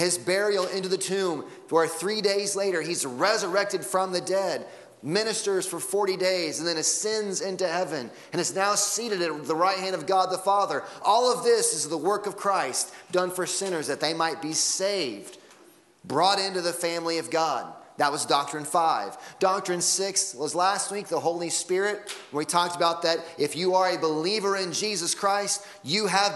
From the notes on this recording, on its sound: Sunday Morning Sermon Audio